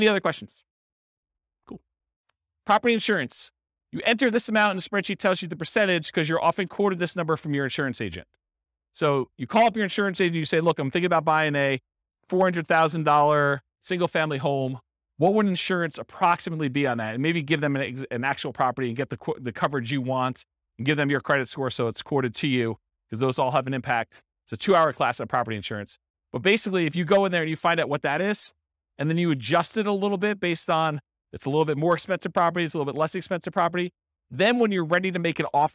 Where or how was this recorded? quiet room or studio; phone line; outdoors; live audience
live audience